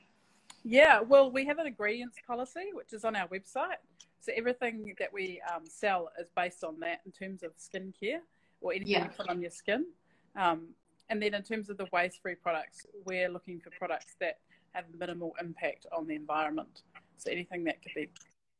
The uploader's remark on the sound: live Instagram interview